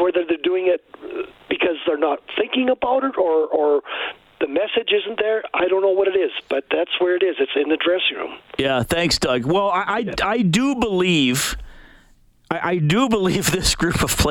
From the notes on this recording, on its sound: Takes callers.